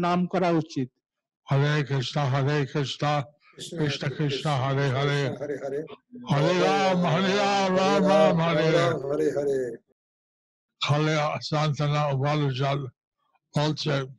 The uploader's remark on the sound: Zoom Session